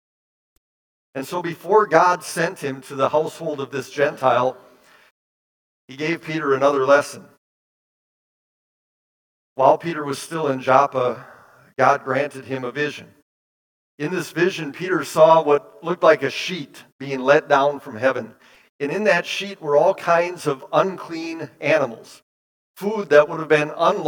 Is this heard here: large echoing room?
yes